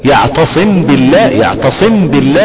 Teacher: الميم والباء يخرجان من الشفتين، كلاهما حرفين شفويين، فلهذا سمي بالاخفاء الشفوي.